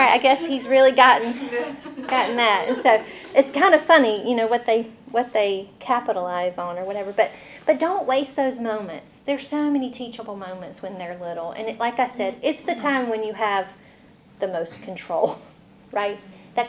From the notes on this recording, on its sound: This recording is from a breakout session at the Faith Women's Spring Conference in May 2023.